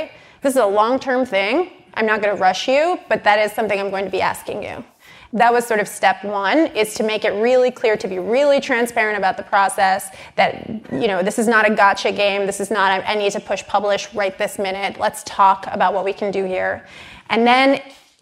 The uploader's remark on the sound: recorded November 30 at Business Insider's annual IGNITION conference